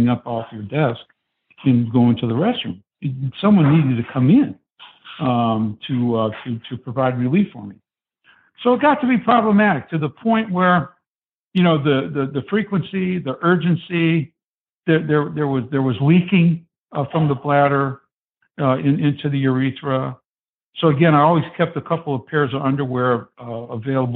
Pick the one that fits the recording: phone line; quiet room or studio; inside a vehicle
phone line